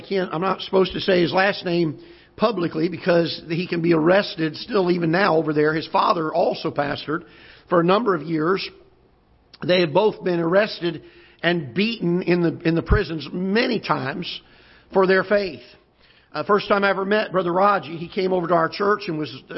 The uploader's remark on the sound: Ketha Heights Baptist Church ~ Live Broadcast